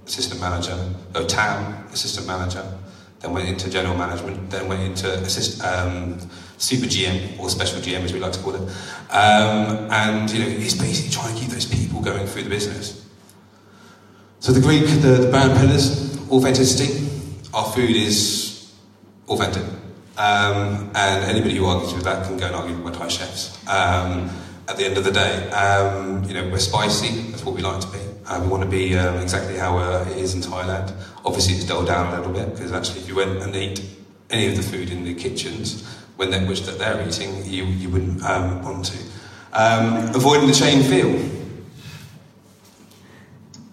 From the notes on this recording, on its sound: A taste of one of our 'live' events.